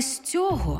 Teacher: Натомість поставила наголос на закінченні, а це неправильно. Тому що займенник без прийменника хоч і має наголос на закінченні, але з прийменником у тому ж відмінку на основі